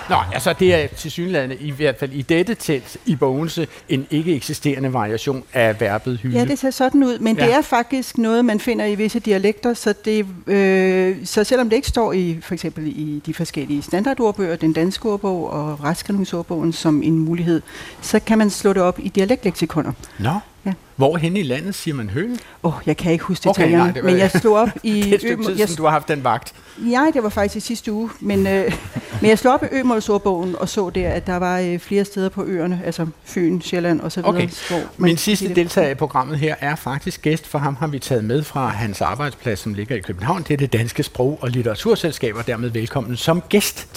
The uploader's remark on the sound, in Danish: Klog på Sprog sender live fra sprogfestivalen Sprogense